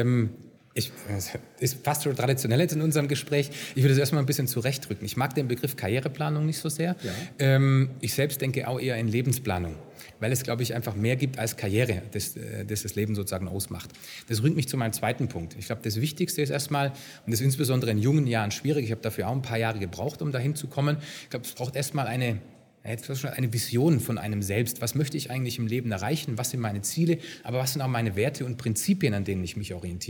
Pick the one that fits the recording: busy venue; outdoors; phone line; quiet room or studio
busy venue